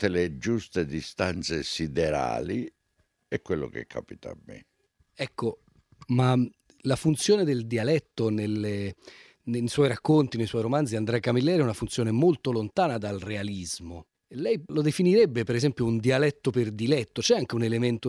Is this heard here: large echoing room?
no